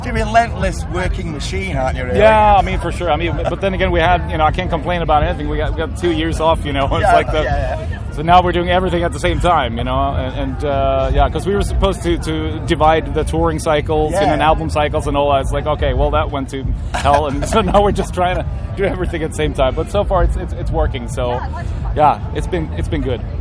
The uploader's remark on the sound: TURS at Bloodstock 2022